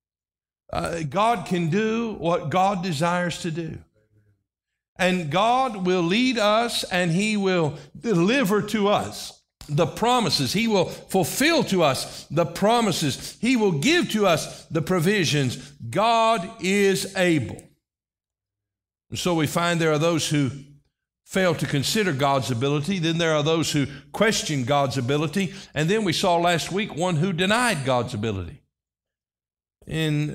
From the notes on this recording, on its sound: This message was delivered on October 22, 2023 during our morning service.